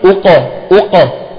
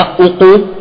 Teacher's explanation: القاف والقلقلة لا تكون، لا تميل لا إلى الفتح ولا إلى الضم · Shown in: first take